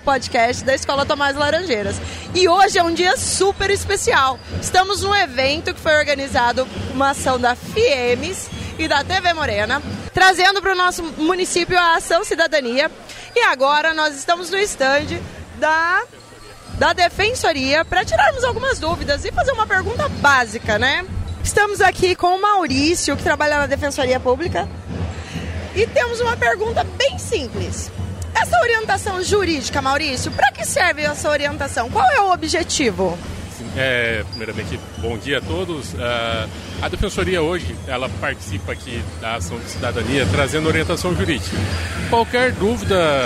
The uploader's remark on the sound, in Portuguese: Nesse episódio especial a gravação do podcast foi fora dos portões da escola. O evento Ação Cidadania foi realizado pela FIEMS e TV MORENA com apoio da Prefeitura de Porto Murtinho.